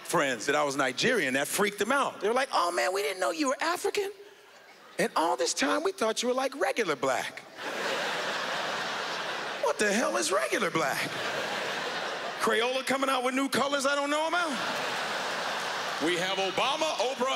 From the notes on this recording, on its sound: standup at the Just For Laughs Montreal Comedy Festival 2012